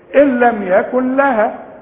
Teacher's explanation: بنقول لك الغي النون تماما عند الوصل